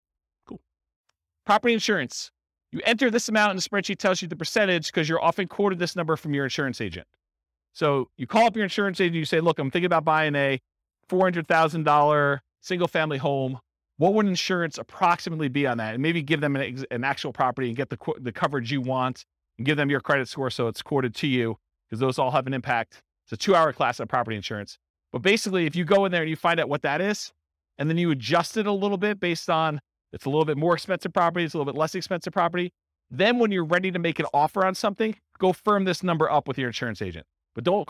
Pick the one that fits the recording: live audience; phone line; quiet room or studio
live audience